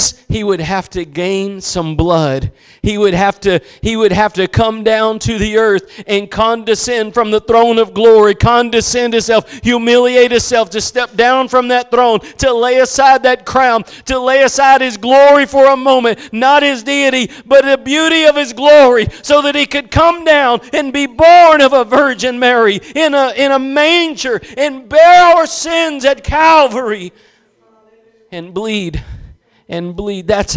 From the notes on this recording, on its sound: Preached at Gospel Lighthouse in Bossier City, La.